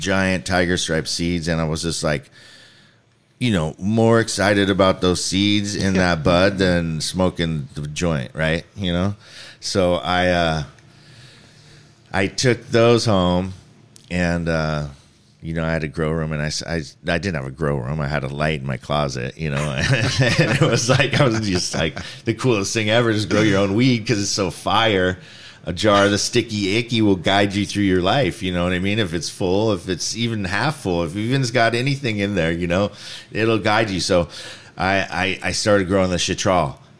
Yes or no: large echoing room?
no